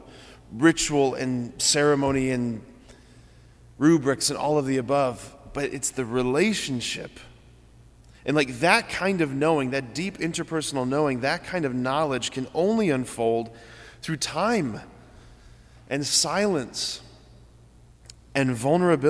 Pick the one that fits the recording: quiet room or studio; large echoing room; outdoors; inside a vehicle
large echoing room